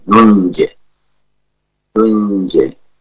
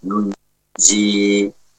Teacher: kita wakafnya dengan suara jim yang sukun · Shown in: first take · nunje, nunje, ya, dengan tetap memperhatikan qalqalah.